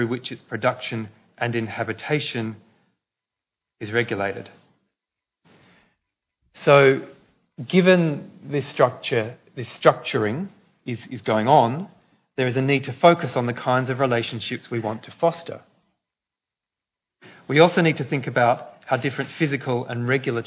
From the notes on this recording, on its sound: A Festival of Urbanism event for Sydney Ideas held on 8 August 2017